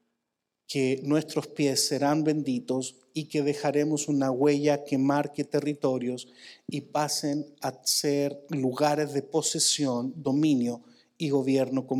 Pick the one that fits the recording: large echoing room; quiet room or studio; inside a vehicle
large echoing room